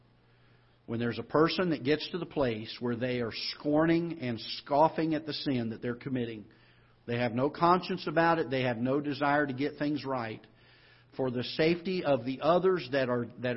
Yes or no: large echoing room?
yes